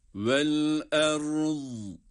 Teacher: Önce ra'yı cezimle okuyor, sonra zat harfini hemen bitişiğinde sakin olarak okuyoruz. Vel erz ve la yeuduhu hifzuhuma hifzuhuma za kalın ve peltek.